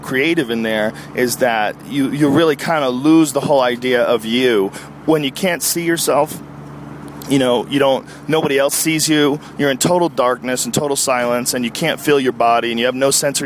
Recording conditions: inside a vehicle